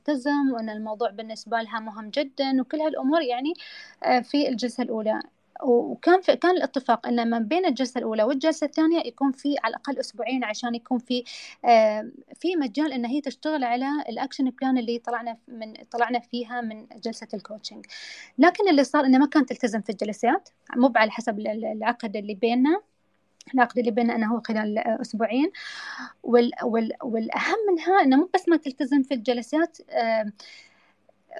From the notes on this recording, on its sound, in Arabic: تسجيل لمساحة ابن رشد الأسبوعية على منصة تويتر